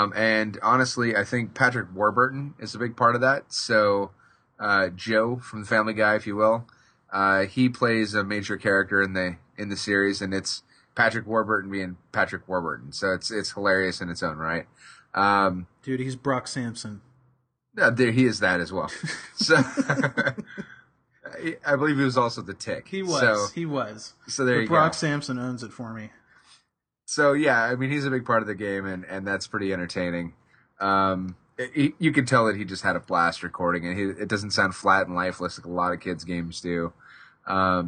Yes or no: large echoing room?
no